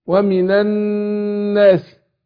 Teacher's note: هنا الالف سقطت واللام ادغمت في النون، فبنطق بعد النون نون